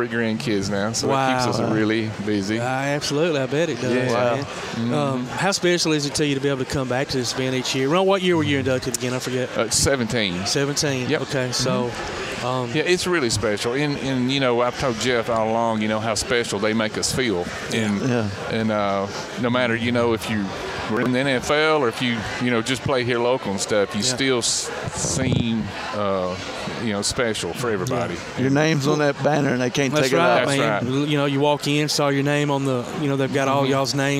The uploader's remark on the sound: Live at the Limestone County Sports Hall of Fame Induction Ceremonies